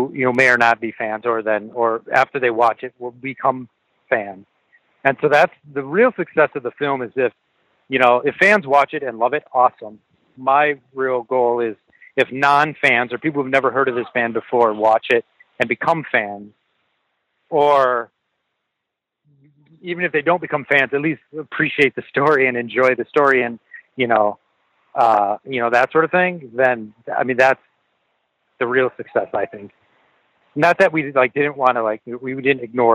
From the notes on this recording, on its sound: We spoke on the phone. At the water park with his girls.